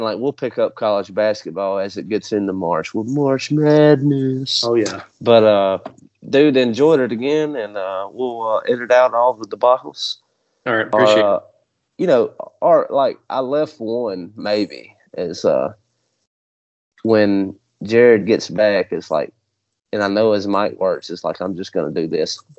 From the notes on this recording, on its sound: Skype calls